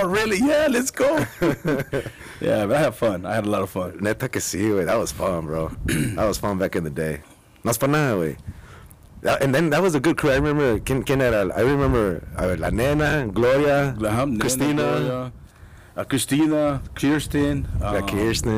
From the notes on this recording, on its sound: Sorry about the wind we recorded outside at Kennedy Park Tucson AZ.